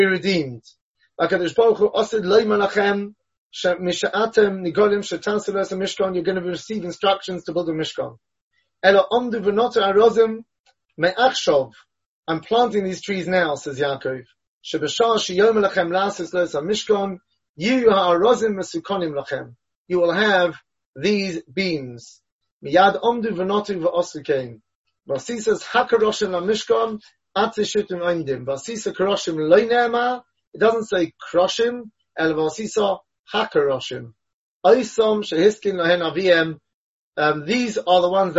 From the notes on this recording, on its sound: Delivered and recorded over Zoom.